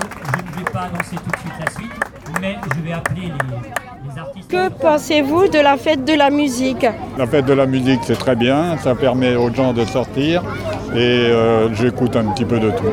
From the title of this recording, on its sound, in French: En direct de la Fête de la musique